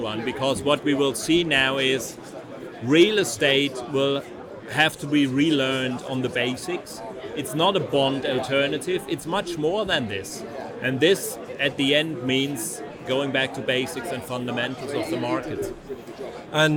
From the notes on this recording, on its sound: This episode was recorded at EXPO REAL in Munich - the biggest trade fair for real estate and investment in Europe. This episode was recorded at EXPO REAL in Munich - the biggest trade fair for real estate and investment in Europe.